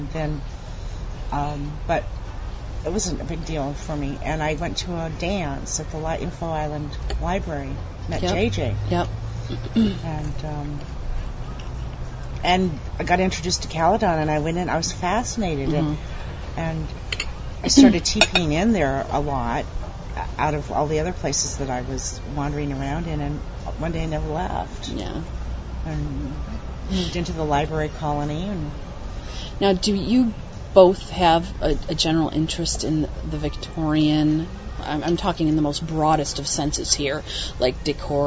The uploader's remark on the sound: recorded August 30, 2008, at CaleCon, a real-life meetup held in St Marys, Ontario, Canada